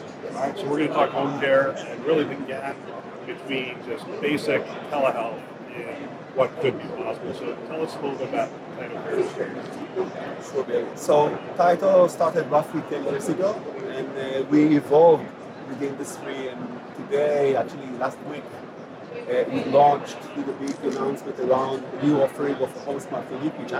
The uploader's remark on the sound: Live from HLTH '22.